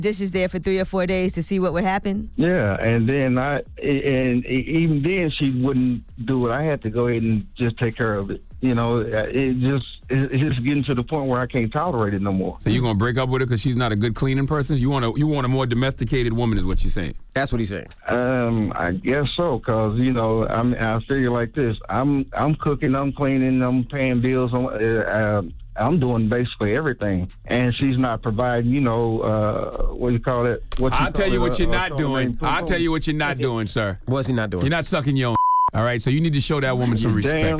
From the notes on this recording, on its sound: We also opened up the phone lines for our listeners